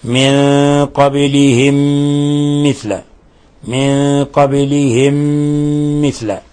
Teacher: ولاحظوا قلقلة الباء من قبلهم، وعندنا إضغام مثلين صغير من قبلهم مثل، ميم ساكنة جاء بعدها ميم متحركة في لفظ مثل، حكم التجويد نضغم الميم الأولى في الميم الثانية فيصبح عندنا ما يسمى بإضغام المثلين الصغير.